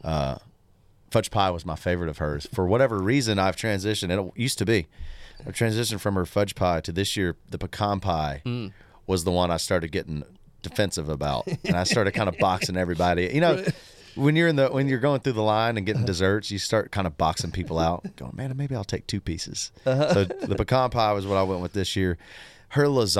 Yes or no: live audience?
no